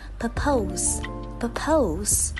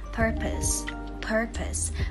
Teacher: Mọi người vẫn thường nhấn vào âm hai và đọc là purpose, purpose. · Shown in: first take · IPA: /pɜː’pəʊ/